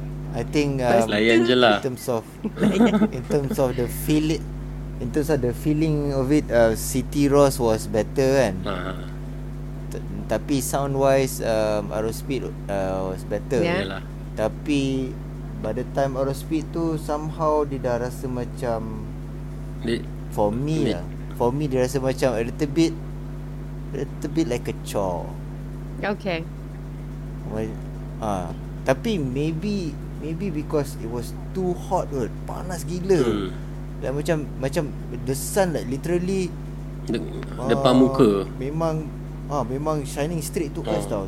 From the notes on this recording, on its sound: Sorry for the buzzing sound. I gotta get a new mic.